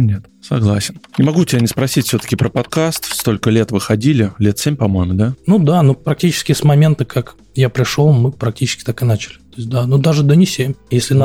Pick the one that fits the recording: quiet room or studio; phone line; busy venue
quiet room or studio